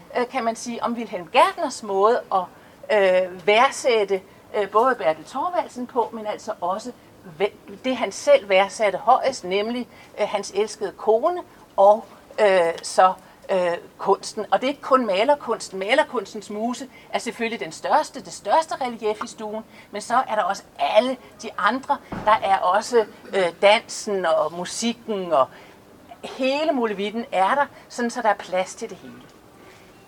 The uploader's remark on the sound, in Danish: Festivalafslutning på Christianshavn 2020